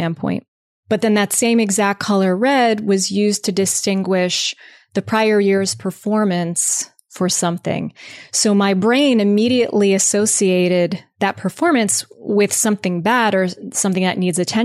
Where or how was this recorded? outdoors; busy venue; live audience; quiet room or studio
quiet room or studio